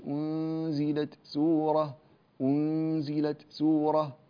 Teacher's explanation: يأتي بالهمس عند التاء ثم ينتقل إلى السين